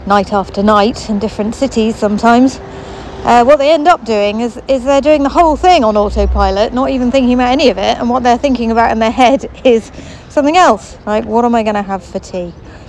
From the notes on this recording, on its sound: Walking around the park behind the hospital.